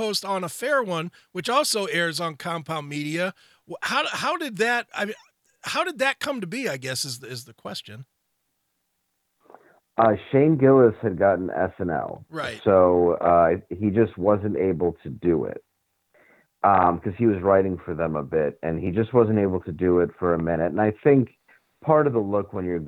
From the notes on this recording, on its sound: called